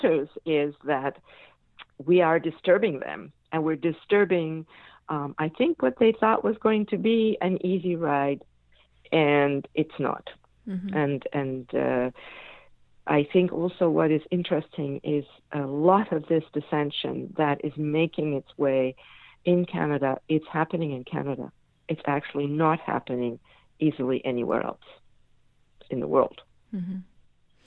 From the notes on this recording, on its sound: I had with me on the phone